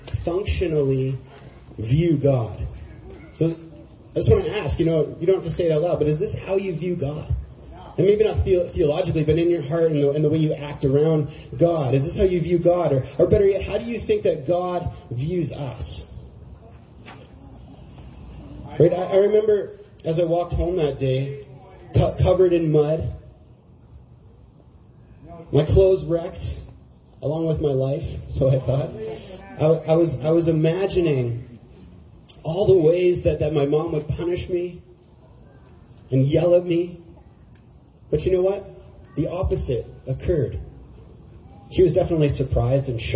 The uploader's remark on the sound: Church service in Galt Gardens with Streets Alive and One Life Church.